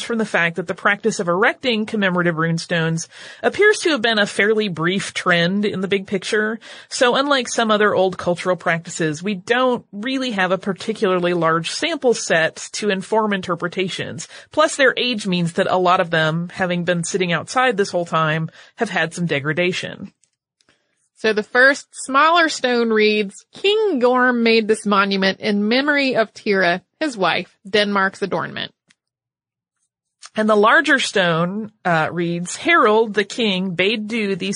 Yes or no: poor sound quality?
no